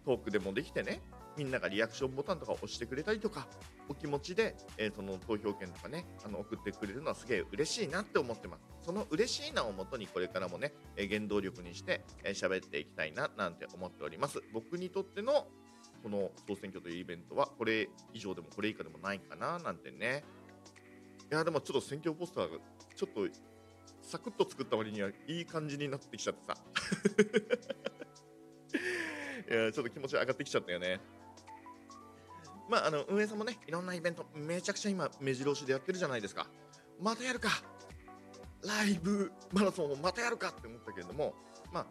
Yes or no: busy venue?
no